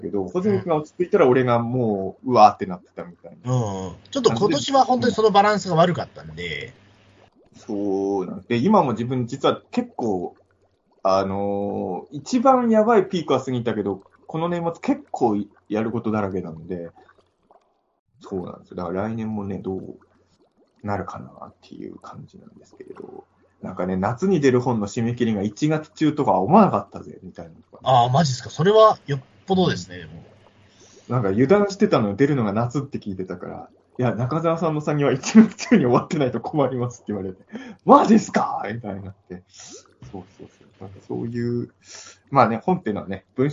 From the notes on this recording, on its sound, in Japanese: 微妙に音声悪いかもですがご了承ください！